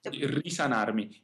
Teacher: The S is unvoiced, but should not be doubled. Risanarmi would be too long.